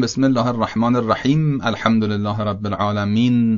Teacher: من ساکن کردم آخر کلمه رو اما وصلش کردم به کلمه بعدی · Term: وصل به سکون